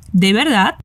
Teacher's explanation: Atenção ao som do V, que é como o B. E o D no final, que a gente quase não fala, mas a língua vai ficar no lugar do D.